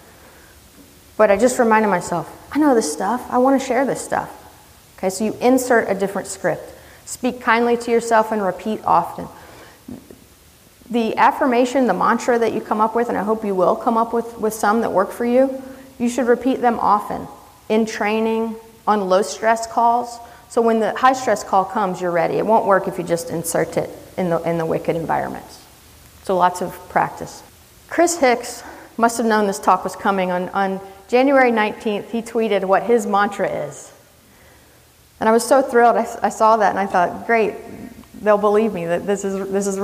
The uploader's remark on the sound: This is a recording of a talk. At the Wisconsin EMS Conference in January 2018.